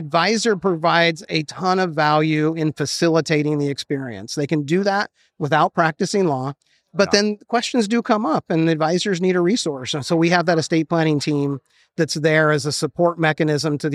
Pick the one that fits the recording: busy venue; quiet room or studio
busy venue